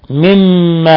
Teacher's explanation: حرف غنة مشدد يغني مقدار حركتين